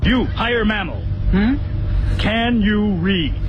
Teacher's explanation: 这个降调没得说了，全是降调